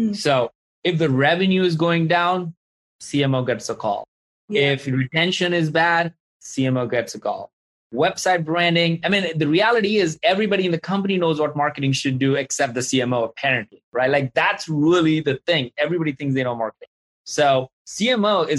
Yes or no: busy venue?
no